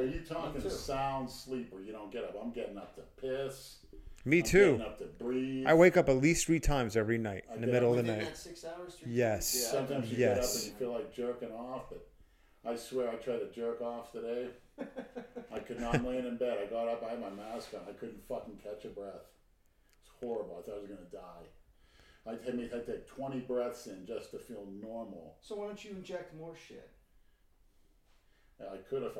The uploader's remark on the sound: We apologize if the sound levels aren't ideal or if there's some echoing. We're still in the process of perfecting the technical side of everything.